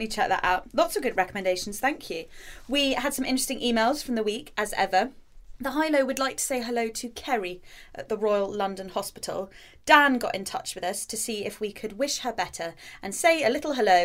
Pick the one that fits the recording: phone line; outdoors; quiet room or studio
quiet room or studio